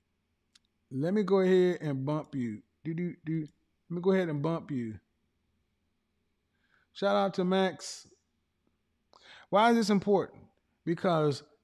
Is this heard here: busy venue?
no